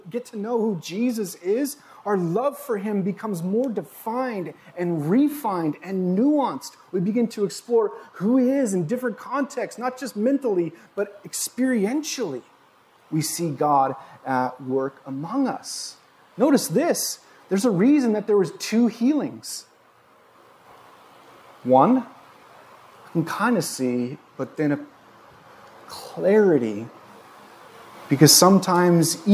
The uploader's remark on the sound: This was recorded on Jun 26, 2022 at Bethel church in Ridgefield, Wa.